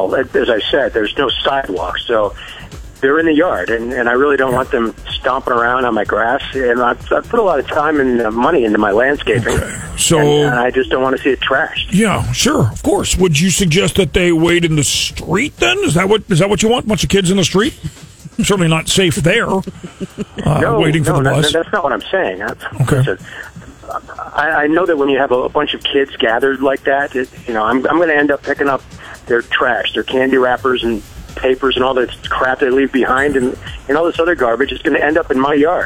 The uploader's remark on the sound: Friday Phone Jacks Prank Call